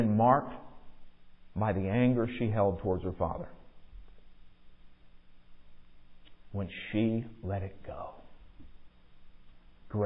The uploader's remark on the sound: Recorded at MPPC on Sunday, January 8, 2023, during the 10 am worship service.